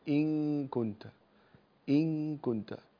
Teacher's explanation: أن تلصق اللسان في مخرج الكاف عند الإخفاء